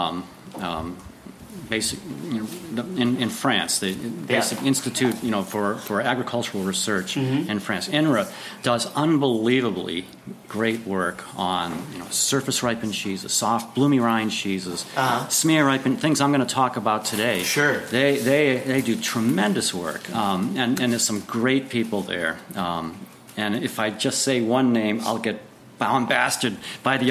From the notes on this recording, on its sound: live from the Crown Finish Caves in Crown Heights, Brooklyn at the Molds, Monasteries, and Microscopes event on May 20th.